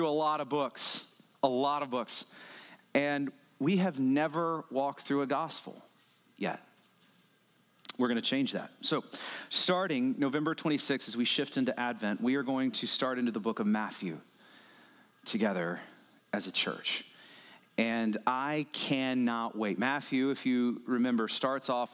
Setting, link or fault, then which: setting, large echoing room